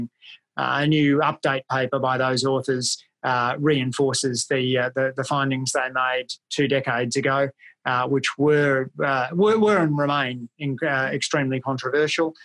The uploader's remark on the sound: ACEMS Virtual Public Lecture